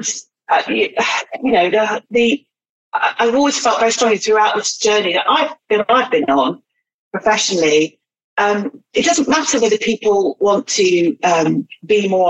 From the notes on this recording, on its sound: Our podcasts are recorded purely via online conferencing platforms, we apologise for any minor sound quality issues.